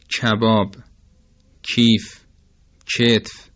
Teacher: این کاف در تلفظ این کلمات تقریبا از میانه دهان تلفظ میشه